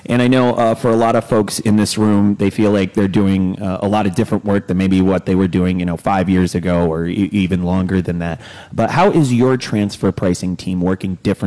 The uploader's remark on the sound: live from CrossBorder Solutions' quarterly summit in beautiful Sarasota, Florida